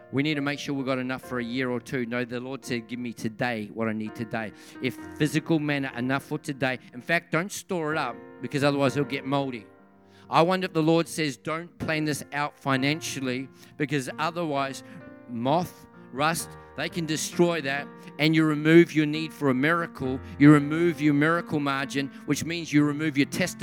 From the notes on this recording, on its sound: This message was recorded on 06/10/2023 during the 7pm Friday service.